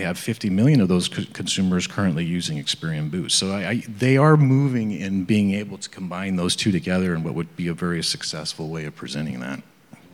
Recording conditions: busy venue